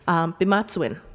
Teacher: So it sounds kind of like it's in between P and a B